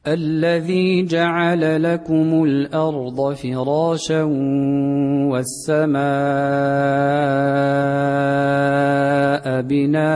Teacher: أدغمنا بغنة وتركنا السكت في على الأرض